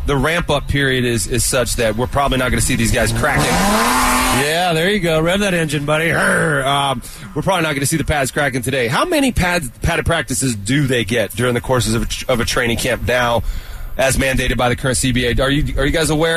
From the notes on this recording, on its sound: live from Training Camp